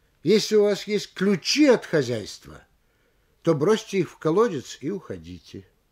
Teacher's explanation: Повышение вместе с ударением в данном случае должно быть на слове ключи, втором слове от запятой.